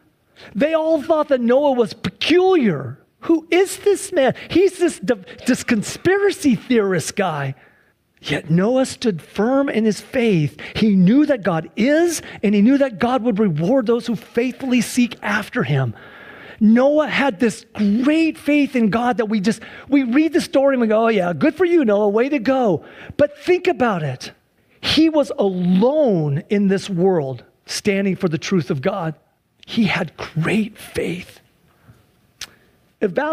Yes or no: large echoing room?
yes